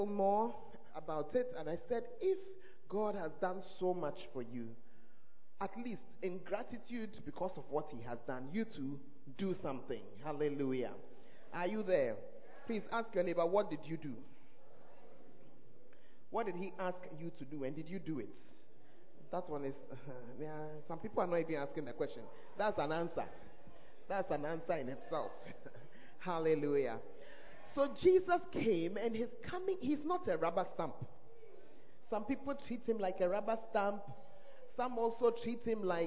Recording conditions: live audience